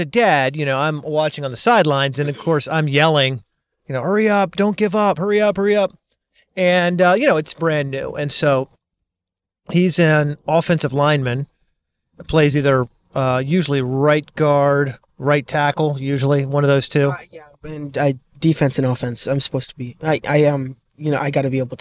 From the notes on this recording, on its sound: While driving to football practice.